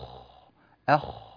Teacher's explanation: صوته يمتد وهواؤه أيضا ماشي معنا